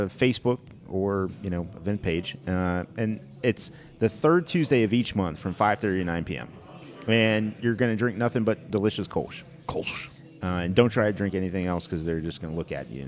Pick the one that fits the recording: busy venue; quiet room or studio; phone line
busy venue